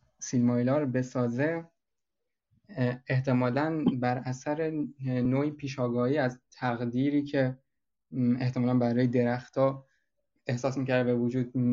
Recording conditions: video call